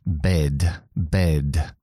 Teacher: desde el principio de la palabra hasta el final, está vibrando mi voz